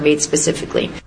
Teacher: It's easy to make fun of it because of the uptalk and just the where the voice raises. The voice goes up at the end of the sentence